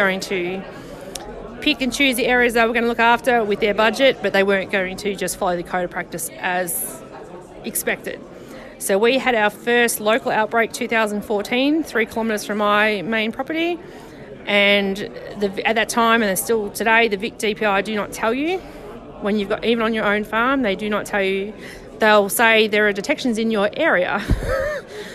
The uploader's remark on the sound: This interview was recorded at a fruit fly forum held in the Riverland in 2018.